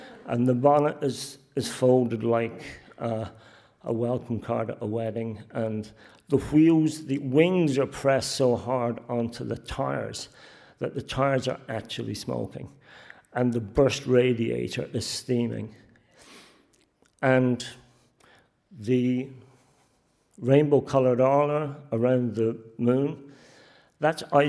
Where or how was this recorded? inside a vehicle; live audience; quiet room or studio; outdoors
live audience